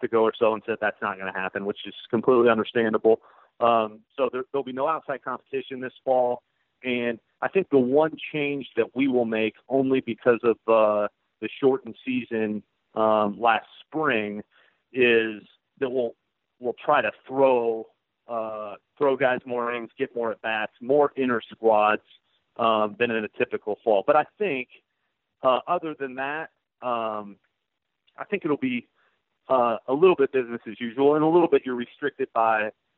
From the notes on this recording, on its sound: on the Modern Woodmen phone line